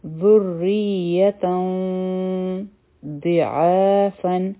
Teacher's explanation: دواد غټ حرف دی، او د دې لاندې کسره ده، نو دا به شي ذی ع دو حرکه، او په فا باندې تنوین دی، دا به شي فن.